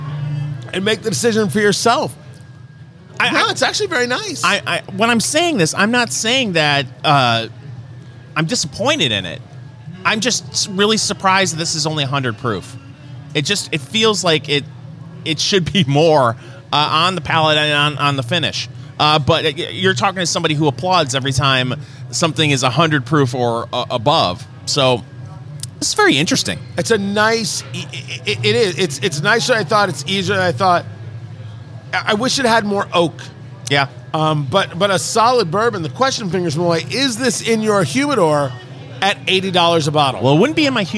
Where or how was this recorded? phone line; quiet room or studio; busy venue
busy venue